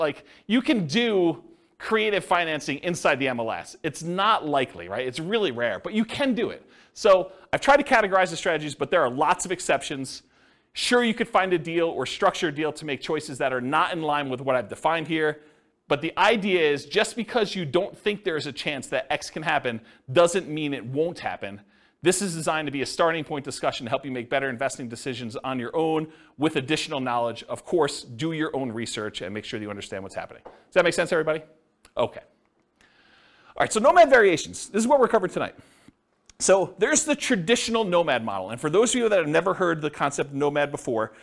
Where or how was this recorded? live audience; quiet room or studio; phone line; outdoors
live audience